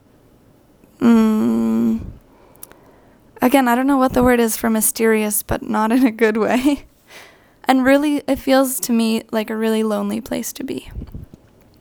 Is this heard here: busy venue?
no